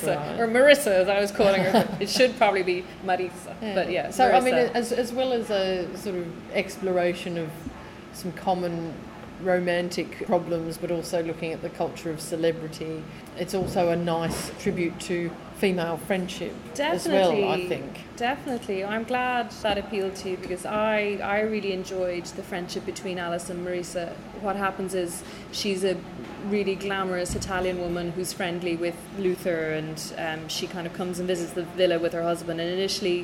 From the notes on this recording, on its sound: Staff at Fleet River Bakery in London who graciously turned off the background music in their cafe for an hour while I recorded our chat. Staff at Fleet River Bakery in London who graciously turned off the background music in their cafe for an hour while I recorded our chat.